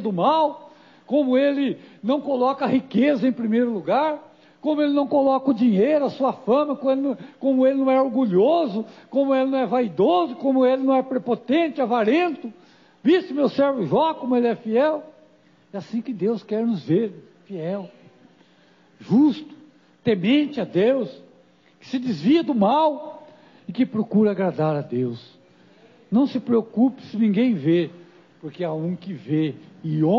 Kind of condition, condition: setting, large echoing room